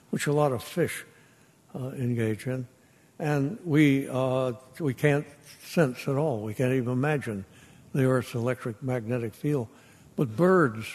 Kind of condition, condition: setting, live audience